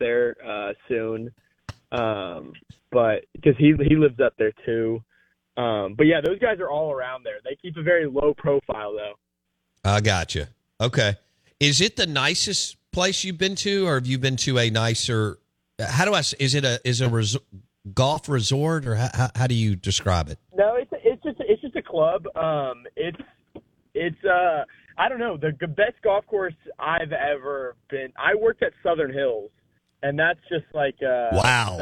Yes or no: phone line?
yes